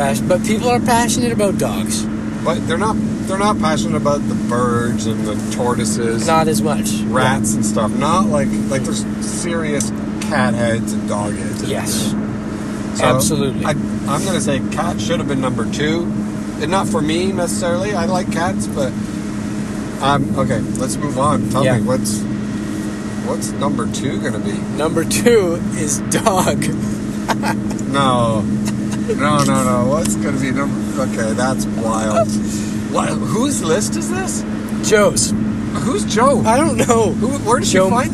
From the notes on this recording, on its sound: Recorded in the car during a cross country trip.